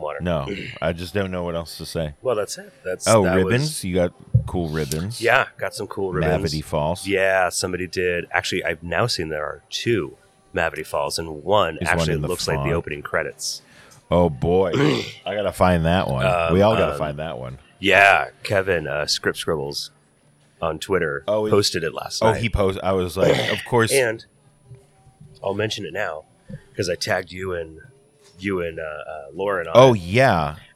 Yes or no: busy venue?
yes